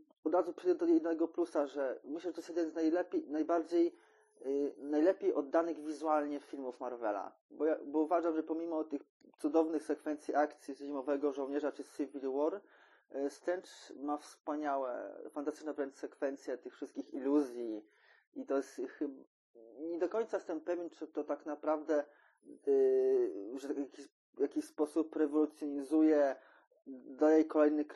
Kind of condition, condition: fault, poor sound quality